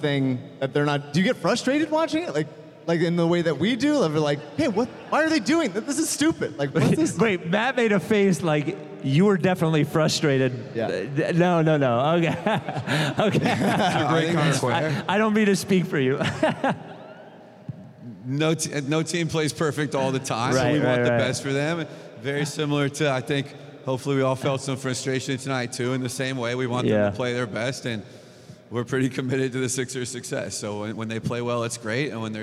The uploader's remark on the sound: Delaware, where the Process still lives. We spent Friday night in Wilmington. In front of the biggest crowd in 76ers Field House history.